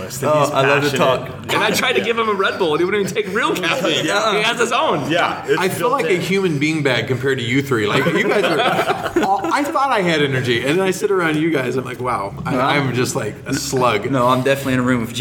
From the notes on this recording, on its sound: We are in Pigeon Forge, TN at Kingdom Kids Conference!